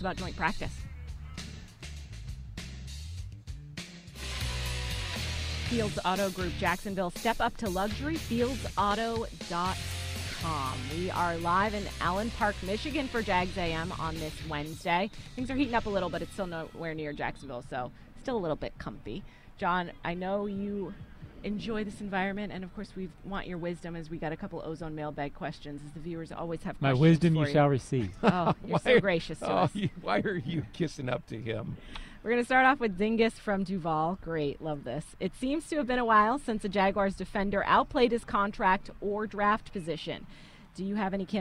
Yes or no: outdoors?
yes